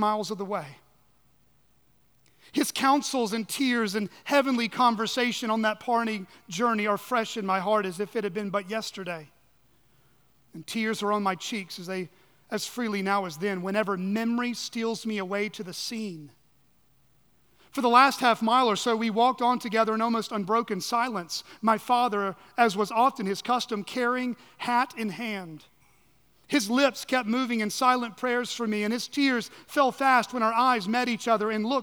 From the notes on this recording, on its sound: At Chaffee Crossing Baptist Church in Barling, AR.